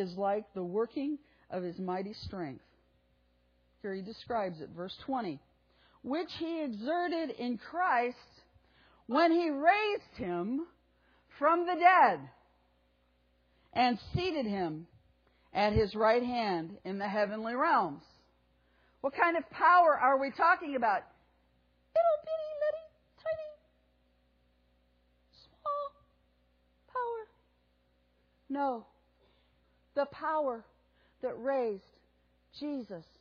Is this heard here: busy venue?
no